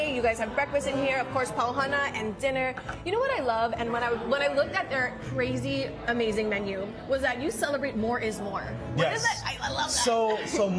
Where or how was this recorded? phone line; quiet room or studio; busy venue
busy venue